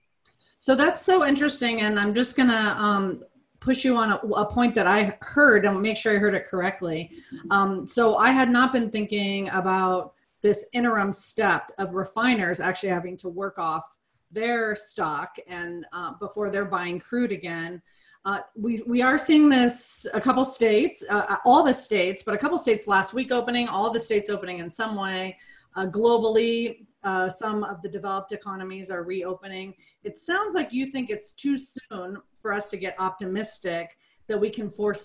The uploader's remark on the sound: This episode was originally recorded as a webinar. Webinar originally recorded on May 20, 2020.